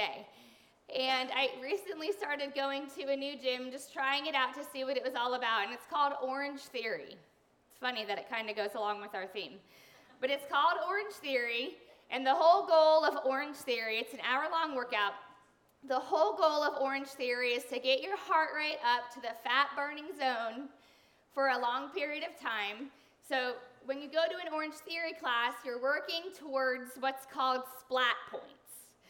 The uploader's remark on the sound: Sunday sermons and special event audio from Dwelling Place NRV in Christiansburg, Virginia.